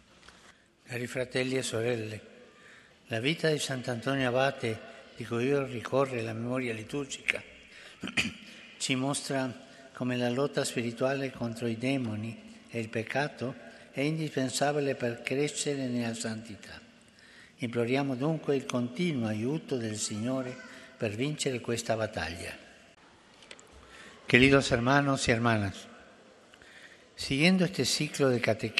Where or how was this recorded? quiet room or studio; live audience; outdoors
live audience